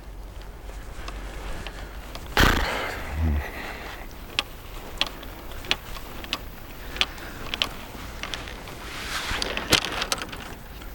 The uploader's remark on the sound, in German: 9 Loch im Wittelsbacher GC Mic´d up. Beide waren die gesamten 18 Loch über verkabelt und heute hörst Du die ersten neun Loch dieser Runde.